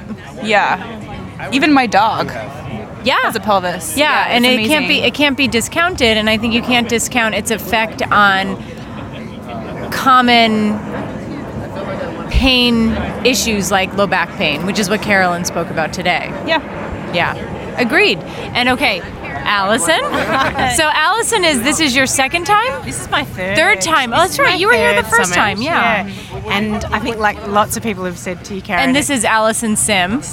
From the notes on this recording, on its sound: Went into the crowd at the San Diego Pain Summit on the last day to get the attendee's views on the Pain Summit this year.